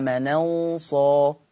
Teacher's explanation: في أول حاجة النقل فتبقى النون مفتوحة، مش هنقل الهمزة المفتوحة هشيل الهمزة واخد الفتحة حطها على النون فتبقى النون مفتوحة